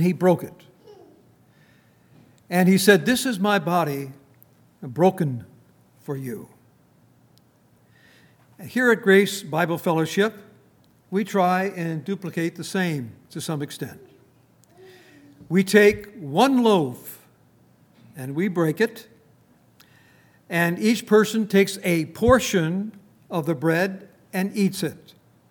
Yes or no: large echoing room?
yes